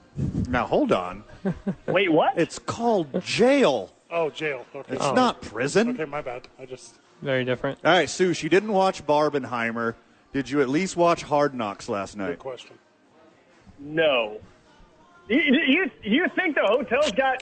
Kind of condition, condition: setting, busy venue